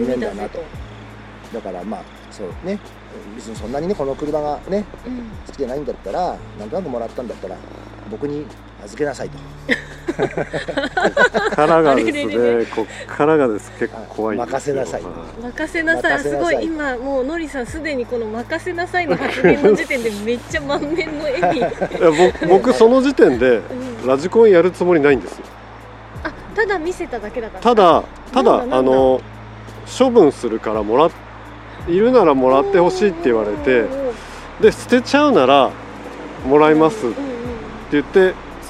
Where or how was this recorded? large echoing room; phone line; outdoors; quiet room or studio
outdoors